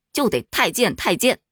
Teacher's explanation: 经常会出现太监这个词儿，但后来被人家科普了，这个词儿不读太监，它应该读太监，因为监它是古代的一个官名，我们说太监、国子监、青天监都读监，它就不能读成轻声